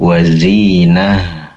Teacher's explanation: ta marbutoh ketika di akhir waqaf diganti dengan ha, yaitu dengan fokus pada tenggorokan bagian bawah, tenggorokan paling bawah, dan udara menyebar di dalam dada.